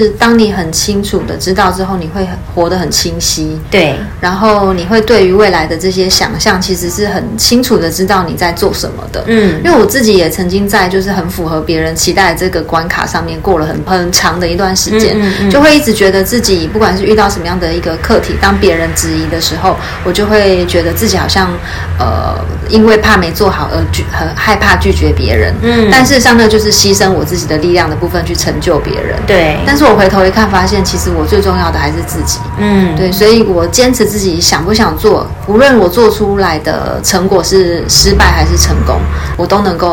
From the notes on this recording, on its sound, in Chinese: 背景雜音有點多很抱歉，因為錄完發現麥克風根本沒電（笑死）。